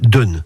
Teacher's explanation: Au-delà, plus à l'ouest, sur les côtes du Bessin et dans le Cotentin, la voyelle s'est ouverte et l'on dit dune.